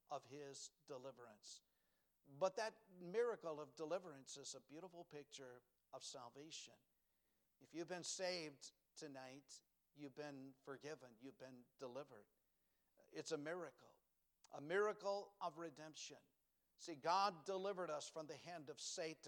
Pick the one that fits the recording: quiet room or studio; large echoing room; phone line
large echoing room